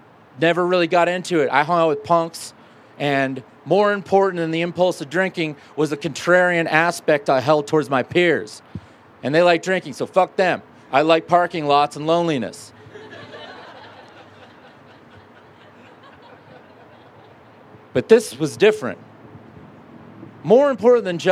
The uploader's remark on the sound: from a Raconteur event recorded at Carbon on July 12.